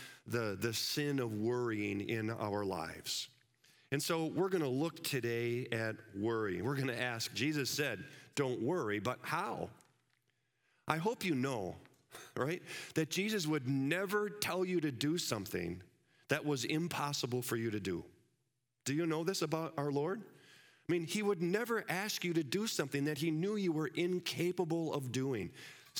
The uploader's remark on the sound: Live from our Celebration Ministry Center